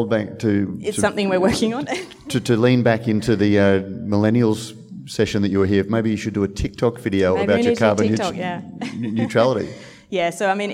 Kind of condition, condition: setting, busy venue